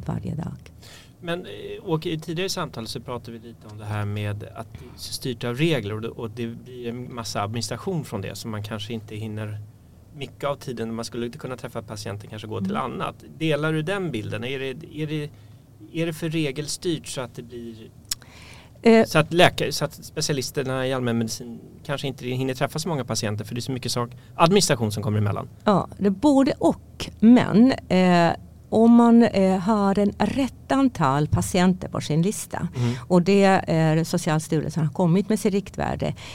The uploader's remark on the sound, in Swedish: Även det här samtalet är inspelat under Vitalis-mässan i Göteborg i maj.